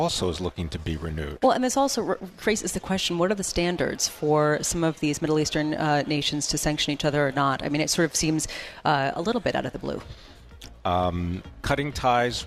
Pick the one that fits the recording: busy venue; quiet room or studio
busy venue